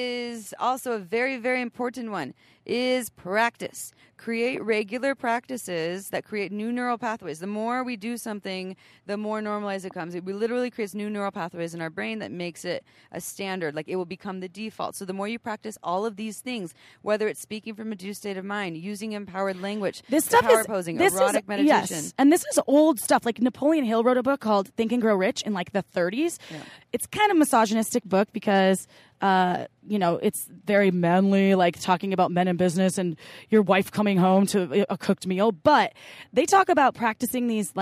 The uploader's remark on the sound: Recorded from the Oregon Eclipse Festival, we bring you a sneak peak into our workshop.